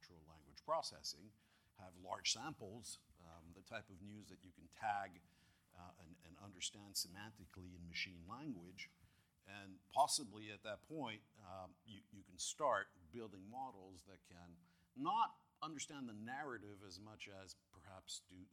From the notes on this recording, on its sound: One session at the Conexus Financial, Investment Magazine, Absolute Returns Conference. Held at the InterContinental Hotel, Double Bay.